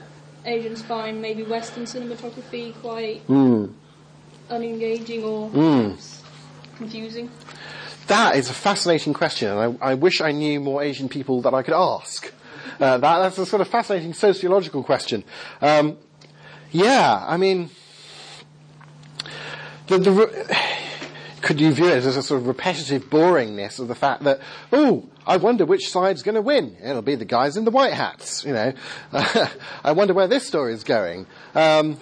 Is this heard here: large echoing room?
yes